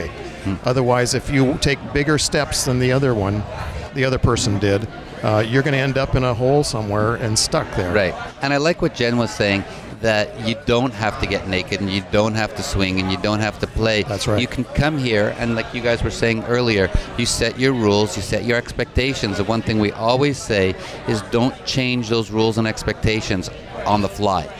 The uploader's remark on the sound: THE BLISS CRUISE - OPENING-UP ON THE OPEN SEAS. Broadcast on location from the Promenade Deck Cafe.